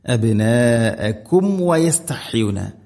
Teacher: അബ്നാഅകും അബ്നാഅകും വയസ്തഹ്യൂന സാക്കിനായ മീമിന് ശേഷം വ ഇവിടെ മീമിനെ കൃത്യമായിട്ട് പൂർണ്ണമാക്കണം. അഥവാ രണ്ട് ചുണ്ടുകൾ തമ്മിൽ തട്ടിച്ച് മീമിനെ പൂർണ്ണമാക്കിയിട്ട് വ ഉച്ചരിക്കണം